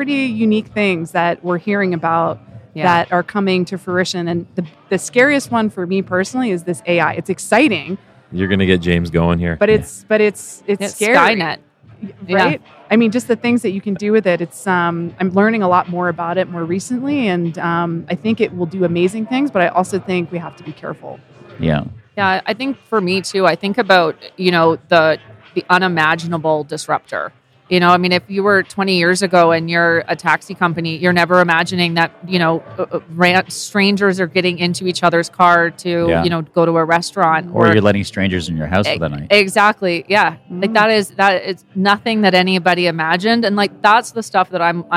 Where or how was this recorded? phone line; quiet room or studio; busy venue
busy venue